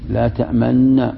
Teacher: الإدغام إدغام النون لا تأمن أصلها لا تأمننا، لأن هنا لا هذه لا نافية، لا نافية ما تجزم، يبقى الفعل مرفوعا لا تأمننا هذا أصلها، فلما جاءت النون مع النون أدغمت النون بالنون